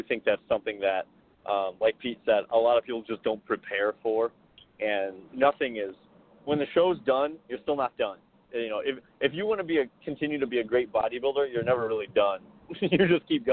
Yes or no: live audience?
no